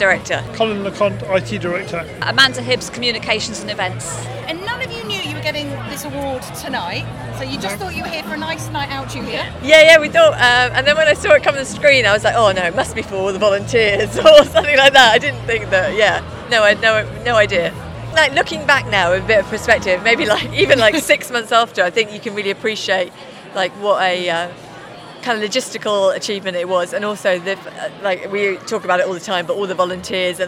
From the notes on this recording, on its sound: Out and about: Channel Islands Sports Awards. The stories and voices from the 2024 Channel Island Sports Awards.